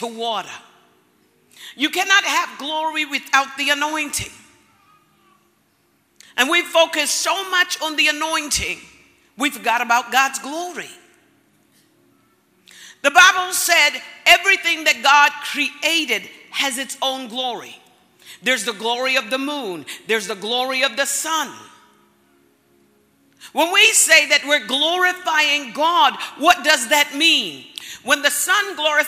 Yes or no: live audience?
yes